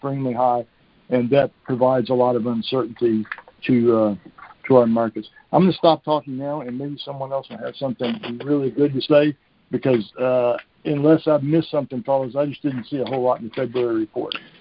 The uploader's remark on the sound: Monthly Cotton Conference Call